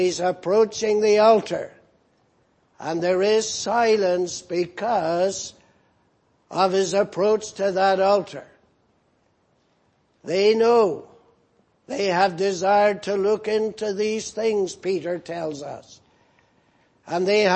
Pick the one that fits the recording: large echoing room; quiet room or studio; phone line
large echoing room